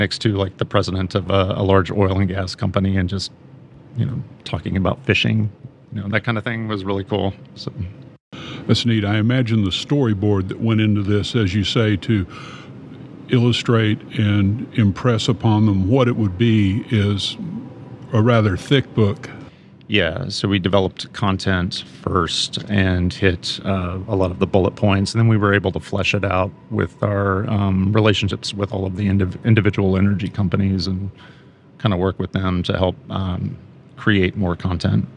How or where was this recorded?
busy venue